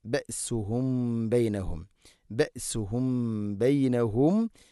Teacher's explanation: സാക്കിനായ മീമിന് ശേഷം ബ ഇഖ്ഫ ഷഫവി അവ്യക്തമാക്കി അവിടെ മണിക്കണം.